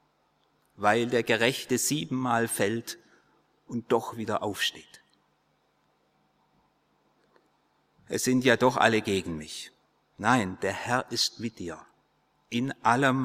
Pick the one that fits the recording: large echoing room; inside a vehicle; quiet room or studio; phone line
large echoing room